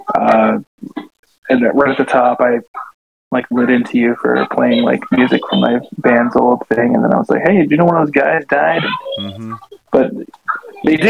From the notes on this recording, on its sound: a Twitter Spaces live stream